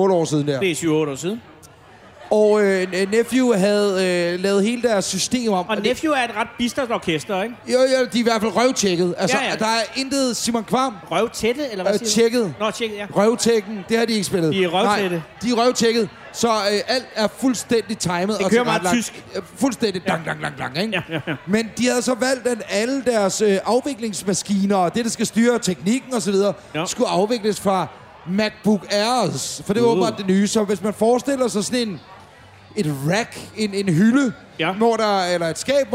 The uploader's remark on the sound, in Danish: Live fra Jelling